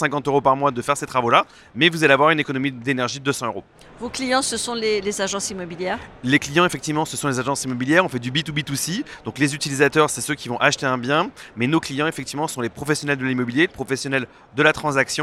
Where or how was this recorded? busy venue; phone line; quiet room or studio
busy venue